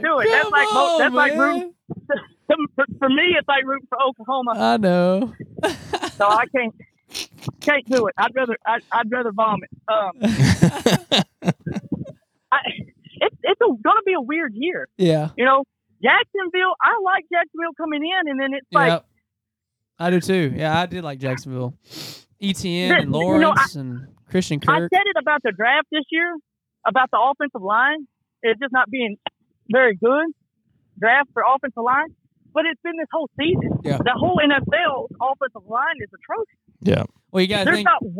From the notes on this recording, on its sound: Special guest NFL commentator call